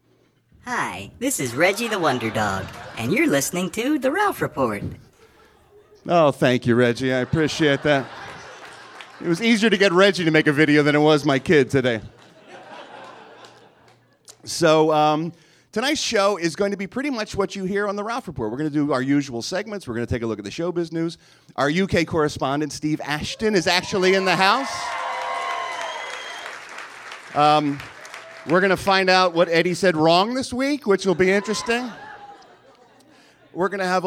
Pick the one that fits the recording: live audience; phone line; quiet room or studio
live audience